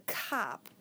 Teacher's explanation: Cop starts with a K, a voiceless velar stop.